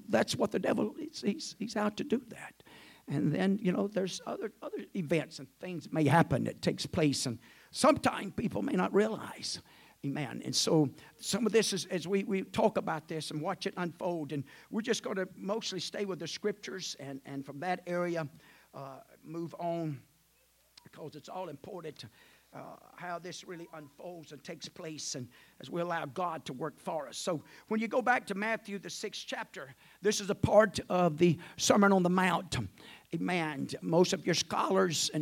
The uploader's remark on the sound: At the First Jesus Name Church of Benndale on the Sunday morning of 7 - 16 - 2023. At the First Jesus Name Church of Benndale on the Sunday morning of 7 - 16 - 2023.